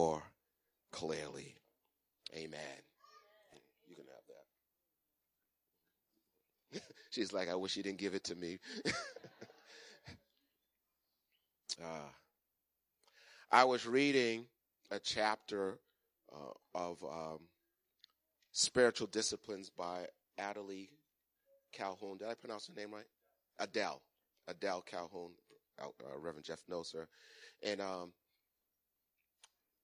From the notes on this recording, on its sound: Recorded on 2017-02-19 at the 08:30am Service.